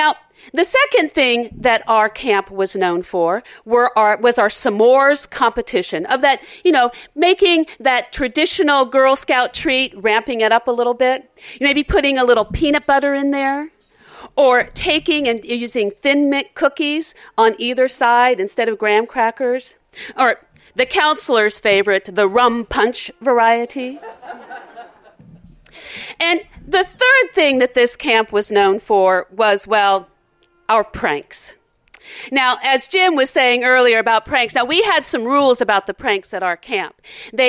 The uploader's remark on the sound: Recorded live at the 2015 Storytelling Festival, an annual storytelling festival in Pittsburgh, PA.